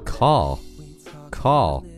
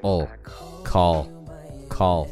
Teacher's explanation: One, two, here we go.打电话这个英文，你是不是只知道 call，并且这个词的发音你还会读成 call？而且你听一下，你会发现是不是感觉特别的难听呀？其实这个词读作 call，callcall,。后面存在了一个含糊的舌边音，需要你把你的舌尖抵住下齿，震动声带发出一个 oh 这样的音的